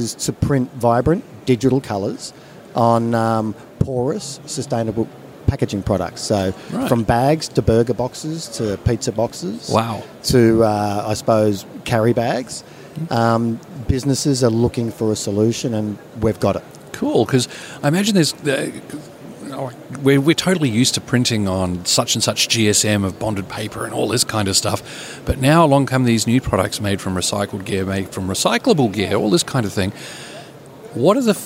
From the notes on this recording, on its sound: Trends & Tech from PacPrint. Incorporating extracts from some of the 34 interviews that Print21 livestreamed from the exhibition floor.